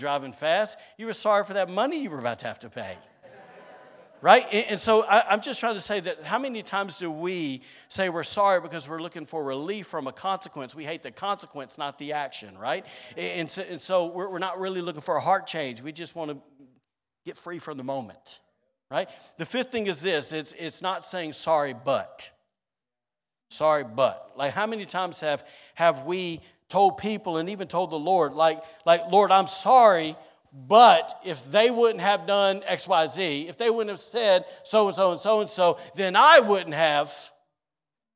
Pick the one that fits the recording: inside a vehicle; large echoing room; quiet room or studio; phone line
large echoing room